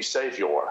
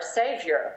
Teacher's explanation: we coach it with a pure schwa. No R, no implied R. · Shown in: first take